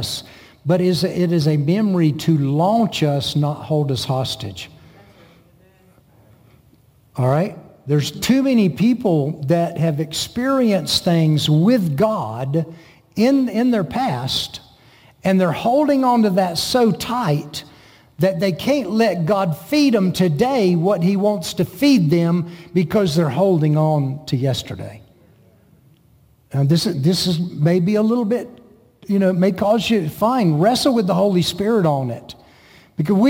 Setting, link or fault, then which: setting, large echoing room